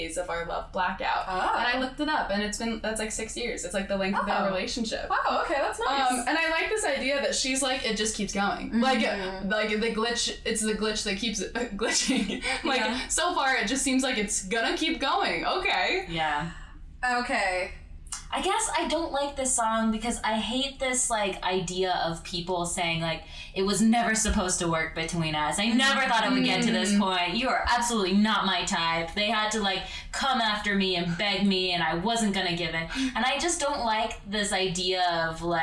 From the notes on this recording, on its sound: Note our recording setup was different than usual, so the episode will sound more echo-y and loud than we would like. Especially watch out for our first three or four draft picks, because we get especially loud then.